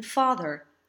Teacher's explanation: In general in English, when we say a plain old ah, it's usually the dark ah, as in father. But this only applies when the ah sound stands alone.